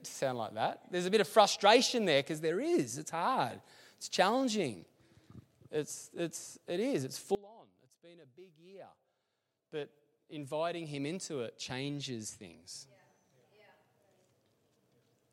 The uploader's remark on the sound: LIVE at Echo Church